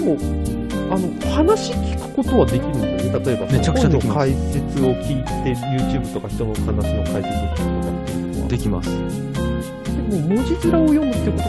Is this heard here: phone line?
no